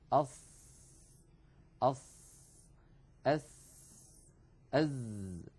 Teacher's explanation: الصاد والسين والزاي، هذه الأحرف الثلاثة عندما ننطقها نضع طرف لساننا يعني رأس اللسان عند الصفحة الداخلية للثنايا السفلى، للسنين الكبيرين اللذين في مقدمة الفم. · Term: أحرف الصفير